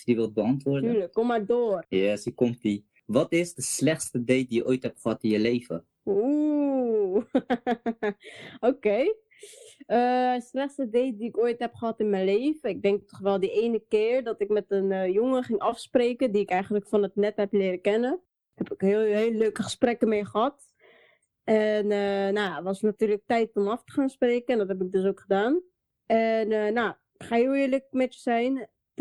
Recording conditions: video call